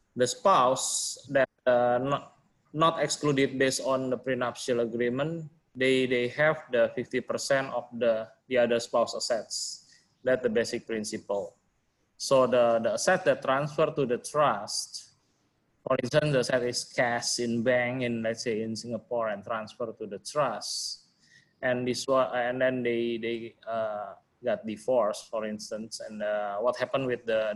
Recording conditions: video call